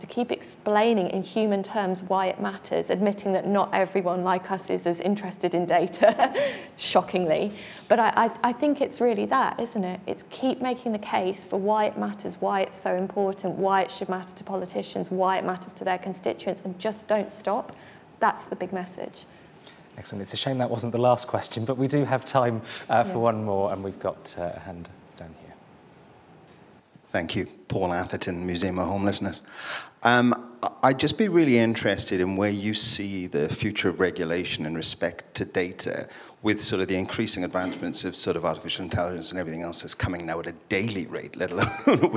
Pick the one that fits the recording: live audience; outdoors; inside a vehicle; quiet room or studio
live audience